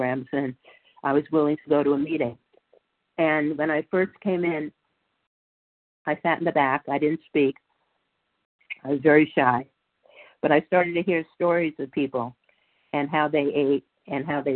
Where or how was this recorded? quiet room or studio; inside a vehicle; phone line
phone line